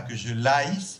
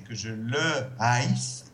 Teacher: Mais on ne doit pas entendre le H aussi fort qu'en allemand ou qu'en anglais. · Shown in: second take · Term: H aspiré